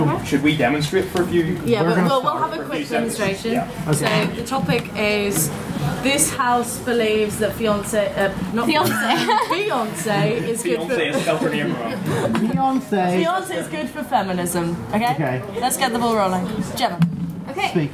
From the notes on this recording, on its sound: The Alpha Schools' Debating Competition hosted by the Queen's University of Belfast Literary and Scientific Society! This is the recording of a short break from the debating, during which we had a few mini debates and a game of Just a Minute.